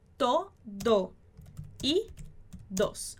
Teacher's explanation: Esse O vai juntar com o próximo.